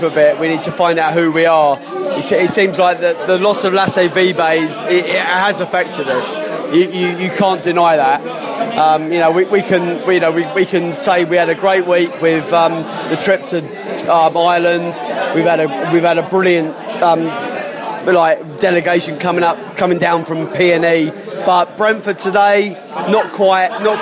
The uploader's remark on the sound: post-match podcast from the pub